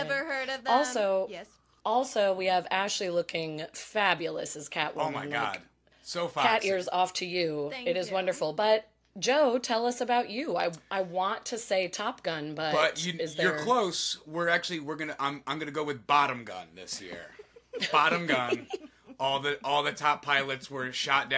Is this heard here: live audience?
no